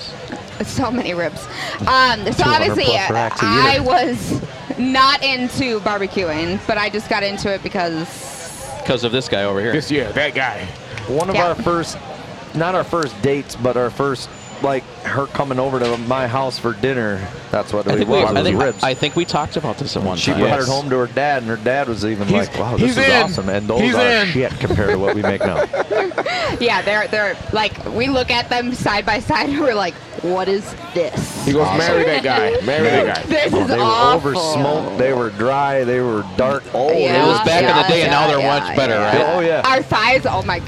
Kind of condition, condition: setting, busy venue